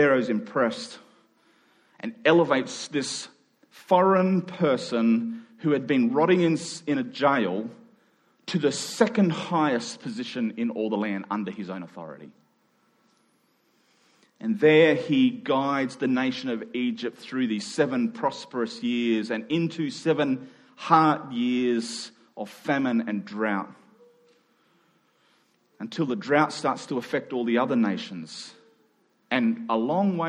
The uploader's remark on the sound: Following the national health advice, we met in two small gatherings; this recording was made in our second service during the afternoon.